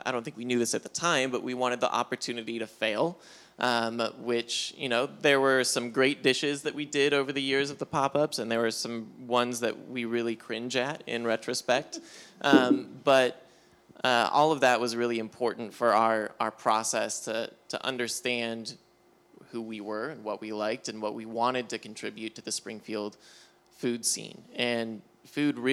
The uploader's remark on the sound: This special episode is a recording of our 'Think-N-Drink" event that took place on April 20th, 2022, at Mother's Brewing Company in Springfield, MO. In this conversation with three local restaurateurs.